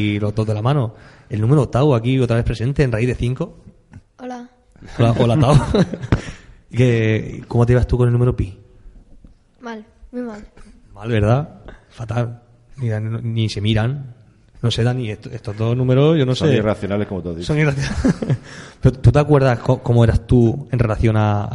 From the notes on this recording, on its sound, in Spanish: Programa en directo grabado en la Biblioteca Regional de Murcia. Con el público en directo.